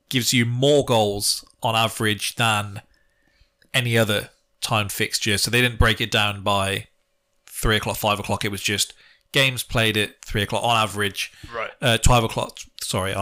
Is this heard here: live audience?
no